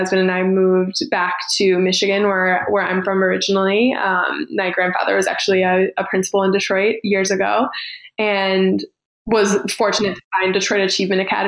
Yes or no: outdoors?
no